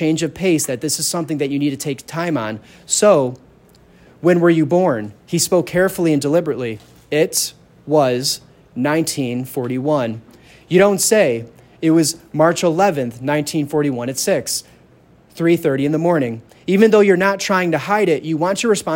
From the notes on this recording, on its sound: This is a raw, unedited lecture